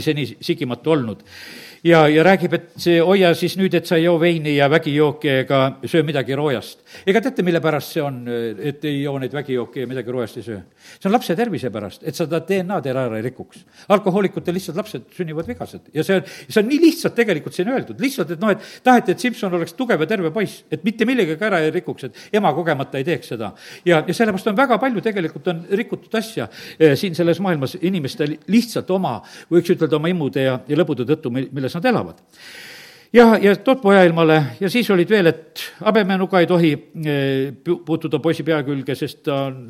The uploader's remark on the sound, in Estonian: Audio salvestus koosolekult